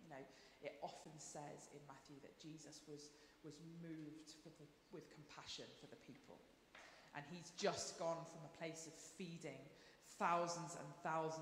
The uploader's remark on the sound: Streamed live at St Paul's Shadwell